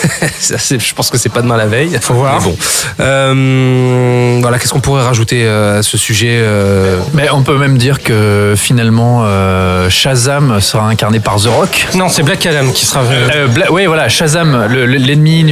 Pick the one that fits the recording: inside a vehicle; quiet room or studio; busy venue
busy venue